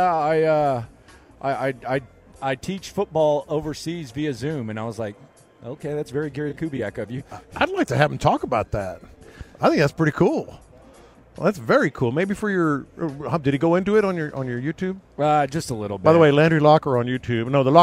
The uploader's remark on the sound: Last Day In Las Vegas. Live from Radio Row.